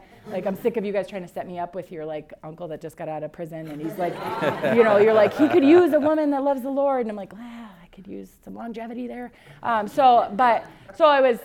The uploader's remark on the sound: EQUIP Conference 2022 – April 30th Breakout. At EQUIP Conference.